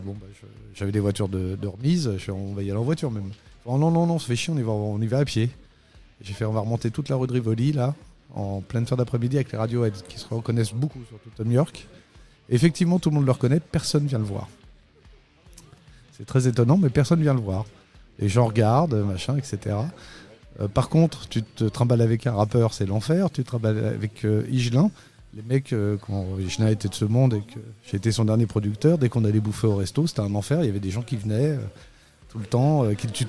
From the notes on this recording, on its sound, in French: L'émission a été enregistrée et diffusée en direct dans le bar parisien Hellfest Corner.